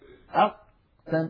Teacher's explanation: القاف لما نقول أق أق جربوا هكذا لو سمحتم تجدون بأنه لا يمر نفس أبدا ولا يمر صوت أبدا. أق ينقفل مخرجها انقفالا تاما، فهي حرف مجهور ليست من حروف الهمس، وهي حرف شديد لأنها من حروف أجد قطن بكت أجد قطن.